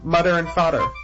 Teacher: In some speakers, the th sound becomes a D sound